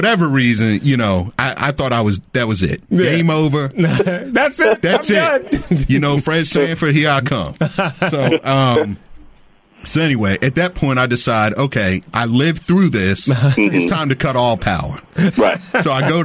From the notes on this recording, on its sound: Checked in over the phone from Denver.